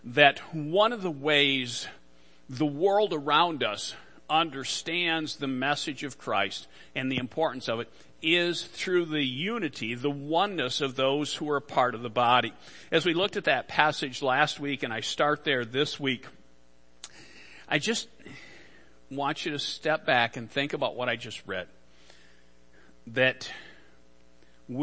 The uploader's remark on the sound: Worship Service - Audio